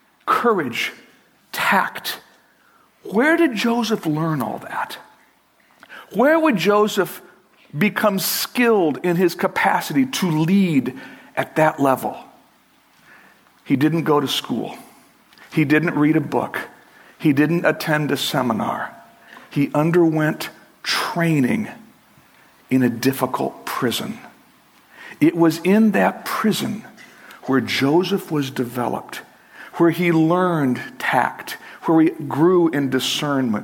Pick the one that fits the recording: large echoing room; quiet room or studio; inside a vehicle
large echoing room